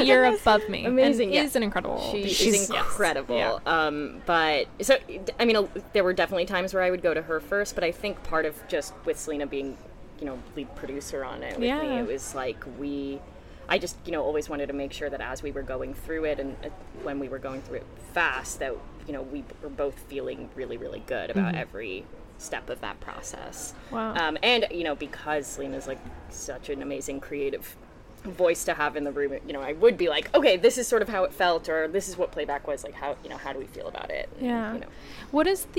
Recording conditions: busy venue